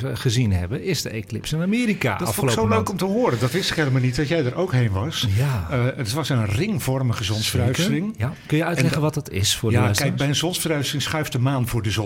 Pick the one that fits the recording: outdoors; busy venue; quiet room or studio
busy venue